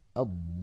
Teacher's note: أولا أن يكون الأول من الساكنين حرف مد أو لين نحو الضالين، هنا الساكن الأول هو الألف والساكن الثاني هو اللام الساكنة من اللام المدغمة أو المشددة